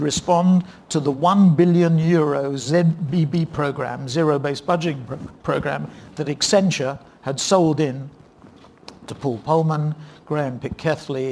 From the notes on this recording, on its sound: In a keynote session from PRovoke18